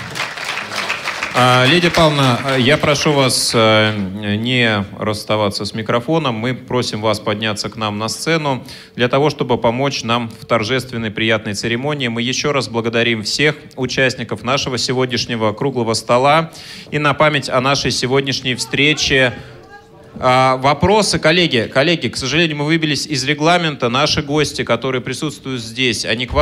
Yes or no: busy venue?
yes